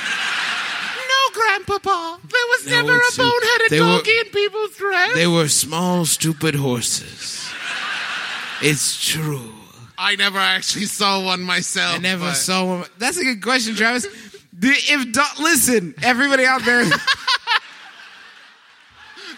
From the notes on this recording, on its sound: Here's our live show from the Wilbur Theater in beautiful Boston, MA! One out of the three of us was also playing Pokemon Go basically the whole time we were on stage.